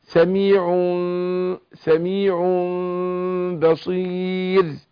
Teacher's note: في المخفاة هنا بيكون في انفراج يسير بين الشفتين بتطلع ميم مع الغنة · Term: ميم مخفاة مع الغنة